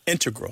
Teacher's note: integral with the stress on the first syllable